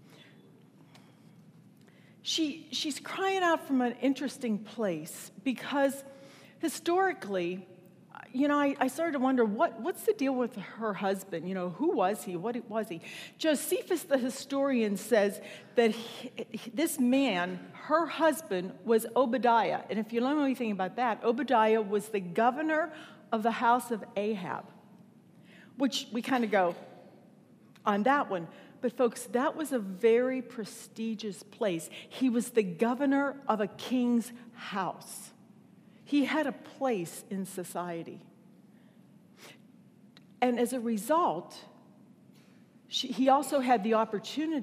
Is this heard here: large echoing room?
yes